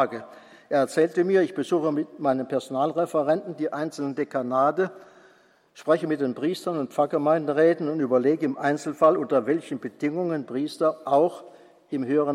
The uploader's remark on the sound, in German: Vortrag, gehalten beim Kongress "Freude am Glauben" 2016.